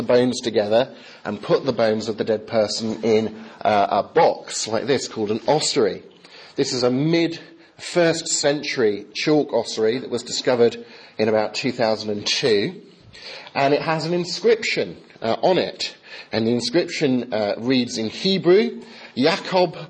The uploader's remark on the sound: Talk delivered during the Chaplaincy service at Heriot-Watt University in Scotland